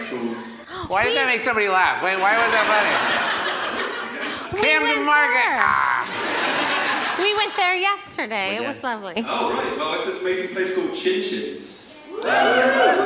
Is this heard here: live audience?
yes